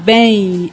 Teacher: quando a gente fala bem, como se tivesse um E e um I. Então quando a gente fala com duas vogais, é um ditongo, né, falado.